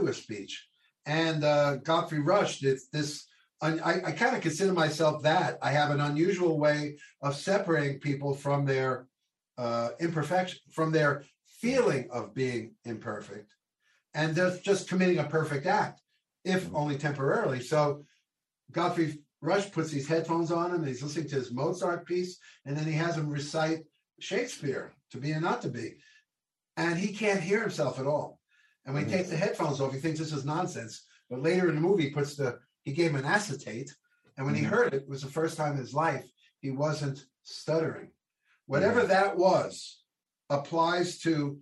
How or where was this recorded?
video call